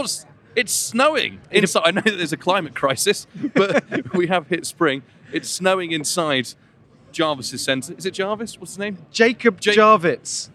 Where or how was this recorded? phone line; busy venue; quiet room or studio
busy venue